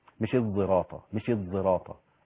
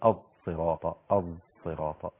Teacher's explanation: هي أصلها صاد ومشمه بالزاي، أخذت صفة صفير أو الصفير للزاي وهي أصلها صاد · Shown in: second take · Term: صاد مشمه بالزاي